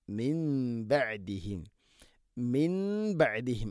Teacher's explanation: സാക്കിന നൂന് ശേഷം ബ ഉ വന്നാൽ നൂണിനെ മീമാക്കി മാറ്റണം · Term: ഇഖ്ലാബ്